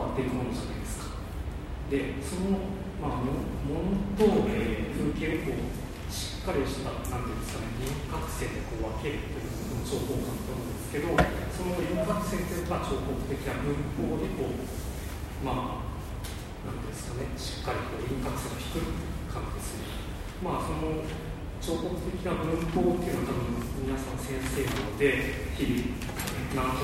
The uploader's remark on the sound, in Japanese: のトークイベントの録音です。会場：武蔵野美術大学鷹の台キャンパス 2号館309、310教室。